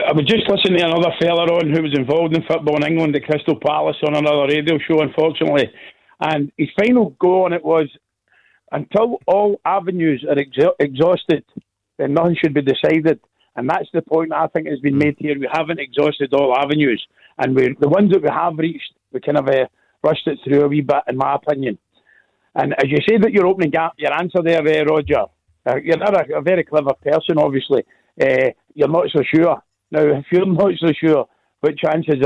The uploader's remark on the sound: take your calls and play our Clyde 1 Superscoreboard Lockdown Quiz